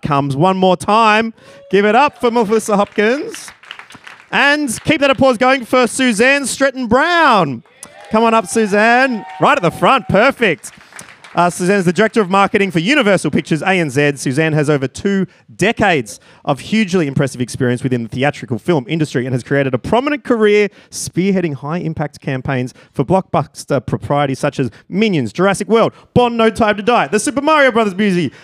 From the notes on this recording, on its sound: Joined Variety AU/NZ for a spurring conversation at the publisher’s inaugural CMO dinner.